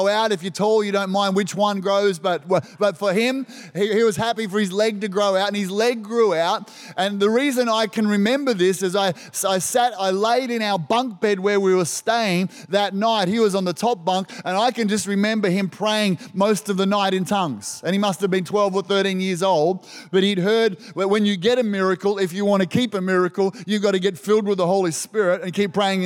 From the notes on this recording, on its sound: This was recorded in our 9am service on the 10th of July, 2022